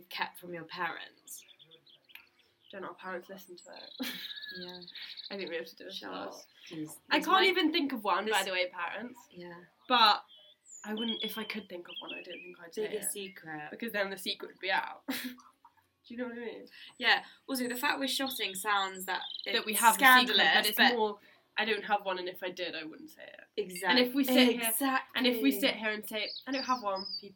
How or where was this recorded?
outdoors